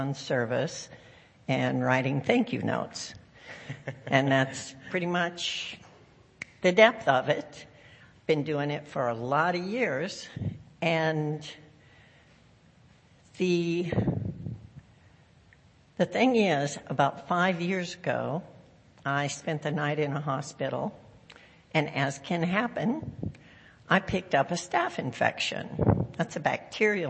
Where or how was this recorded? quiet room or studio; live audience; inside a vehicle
live audience